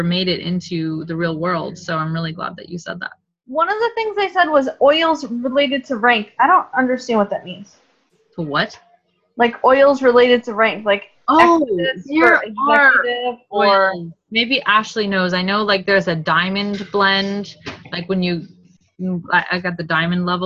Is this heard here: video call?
yes